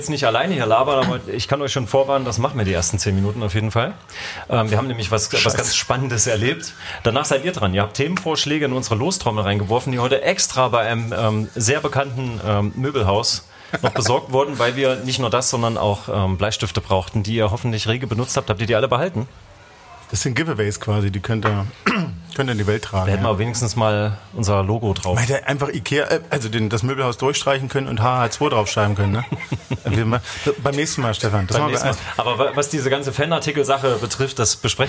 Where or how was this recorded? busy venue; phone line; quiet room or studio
busy venue